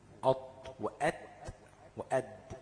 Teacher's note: فتلاقي لما تقول قط طرف اللسان، الجزء اللي بيعتمد عليه من الأسنان في خروج الطاء، مش اللثة بقى، بينزل تحت، بيخبط فين؟ في السنان من فوق